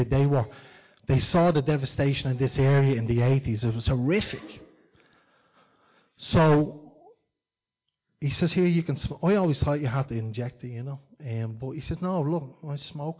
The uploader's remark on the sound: Recorded live in Liberty Church